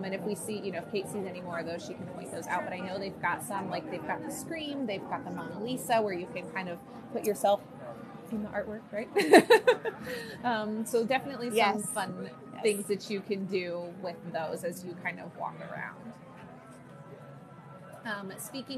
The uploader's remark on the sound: we go LIVE on location at Epcot for this artistic festival